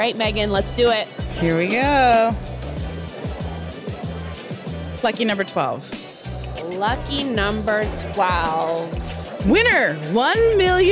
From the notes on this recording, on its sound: We decided to spin things up on the show floor at our latest B2BMX event in Scottsdale, Ariz. At our recording booth on the show floor, we brought a delightful little wheel for the attendees and guests to spin.